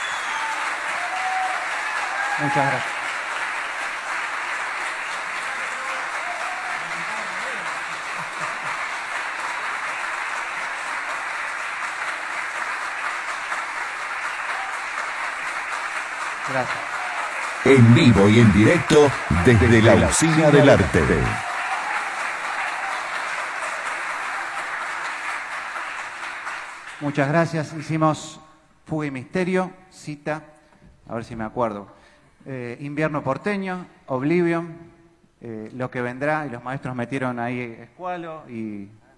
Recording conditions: busy venue